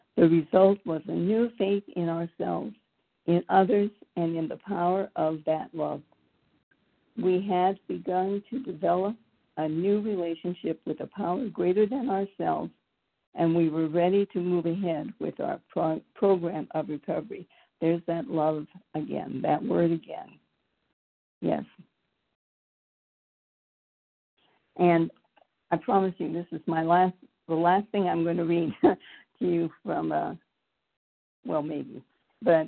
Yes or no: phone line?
yes